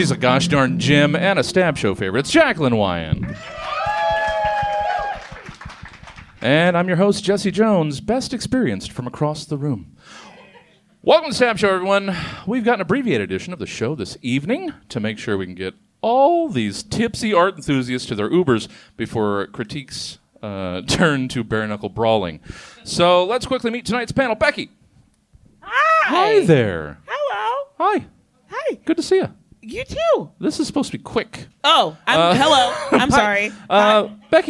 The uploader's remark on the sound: live from the Crocker Art Museum’s ArtMix